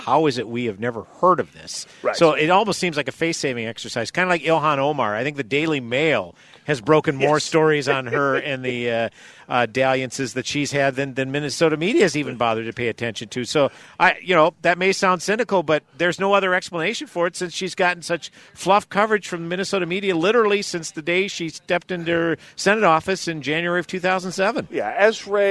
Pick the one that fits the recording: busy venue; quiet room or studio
busy venue